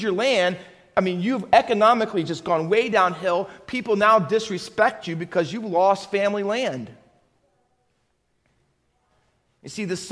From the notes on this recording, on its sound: Faith Baptist Church in Hamilton, NJ.